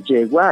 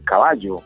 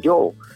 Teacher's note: El yeísmo es pronunciar todas las palabras que tienen que ver con la Y y con la doble L de igual manera